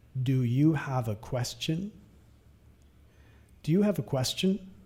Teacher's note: nota la entonación subiendo al final de la pregunta, que es un señal, que es una pregunta.